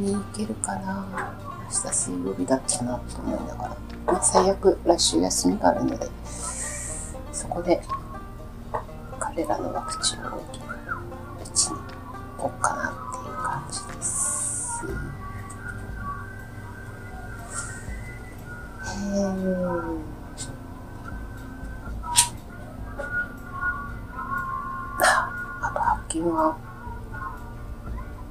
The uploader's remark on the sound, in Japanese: 音声ちょっと悪いかも。